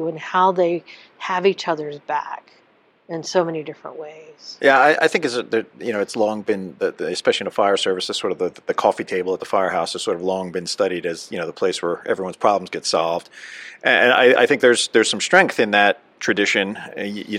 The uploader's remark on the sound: at the 2023 NEP "We Need to Talk" mental and behavioral health conference in Las Vegas